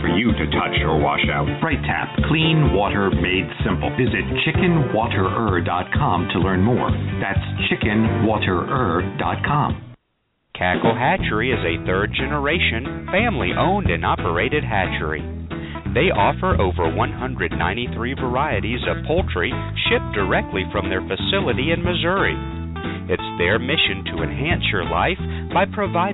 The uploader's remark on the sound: Today, we will be taking chicken health questions by phone and by my Facebok page! Is a nationally broadcast web radio show.